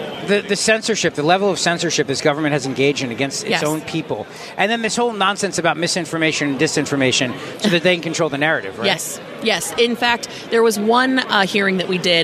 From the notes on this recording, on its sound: LIVE from CPAC in Washington D